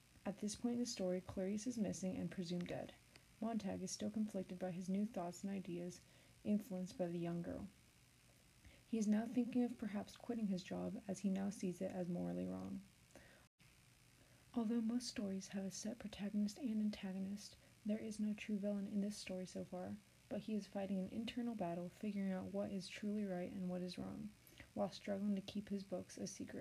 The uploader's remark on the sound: The buzzing noise isn't swag but I have no clue what it was probably just bad quality mic.